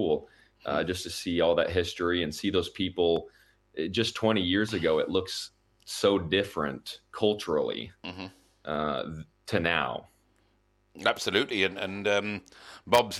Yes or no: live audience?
no